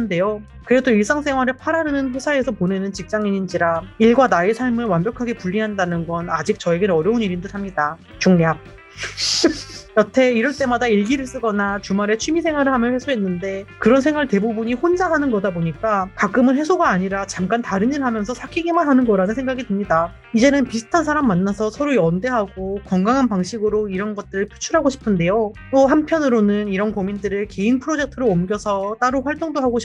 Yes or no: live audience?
no